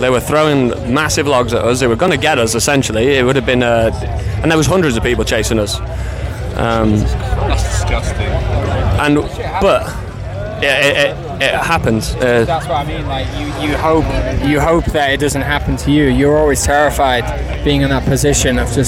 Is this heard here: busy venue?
yes